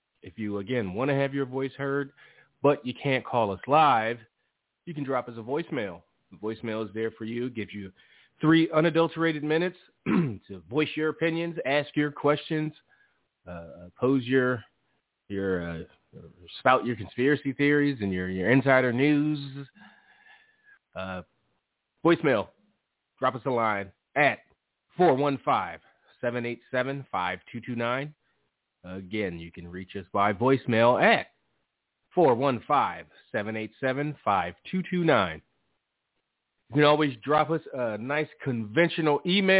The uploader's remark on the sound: Live calls. Leave a voicemail to be played on-air.